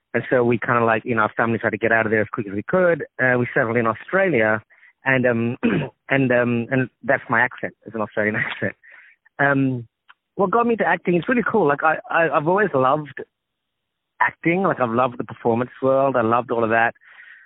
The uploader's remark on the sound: On the phone